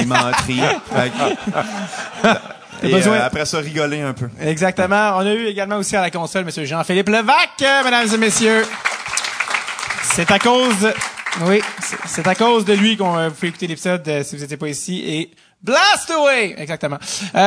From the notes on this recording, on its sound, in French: épisode spécial enregistré devant public